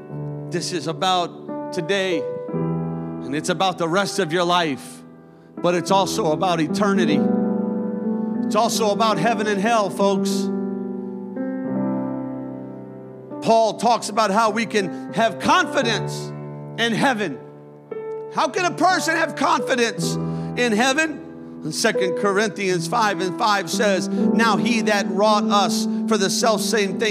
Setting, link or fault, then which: setting, large echoing room